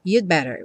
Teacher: Preste atenção que esse "you'd better" muitas vezes é tão reduzido que vem "you better", "you'd better". Você não escuta realmente o D, porque depois vem um B e a pessoa vai ter que fechar o lábio.